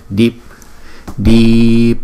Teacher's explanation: chữ đi kéo dài rồi mới đóng chữ đi lại